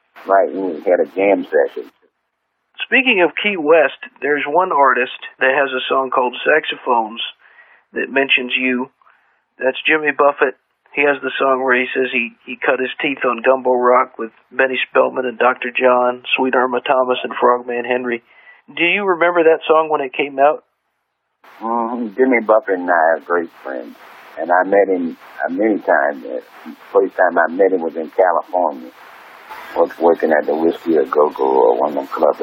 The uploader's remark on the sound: But, there was an interview recorded over the telephone from before that. It went out on the radio in 2008.